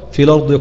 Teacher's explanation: وهنا قرأ ورش بالنقل مطلقا، وقولنا مطلقا يعني في الحالين وصلا ووقفا من غير فرق